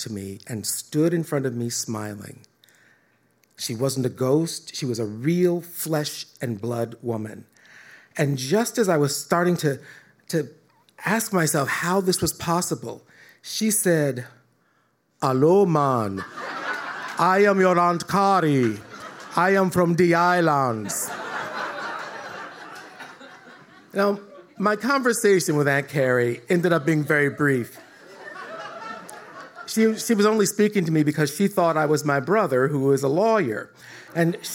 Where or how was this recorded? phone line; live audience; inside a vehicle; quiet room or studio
live audience